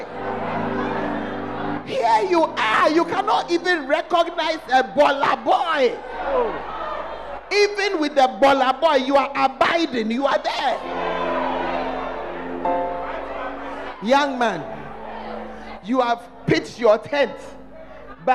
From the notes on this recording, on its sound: The Fountain of Life Cathedral during The Presence Service